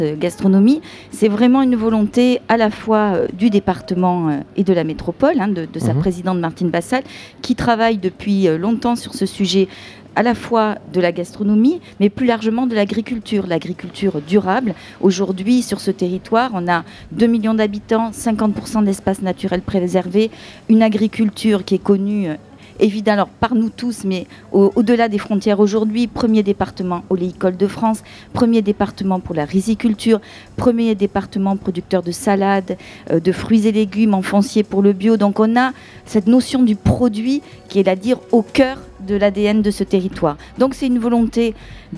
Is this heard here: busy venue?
yes